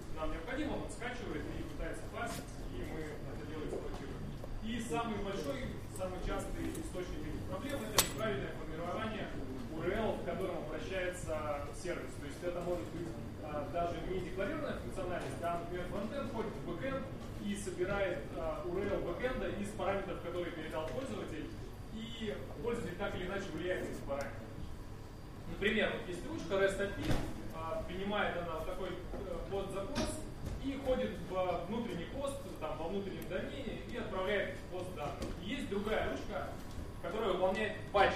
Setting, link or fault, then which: setting, live audience